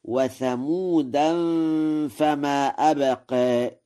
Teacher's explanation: قرأ ورش: وثمودا فما أبقى، بتنوين ثمود مع الإخفاء